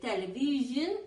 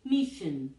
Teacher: El sonido de leisure o television es sonoro. Sonoro significa que las cuerdas vocales te vibran cuando su equivalente sordo sería el sh, mission. Sh, es sordo, las cuerdas vocales no vibran.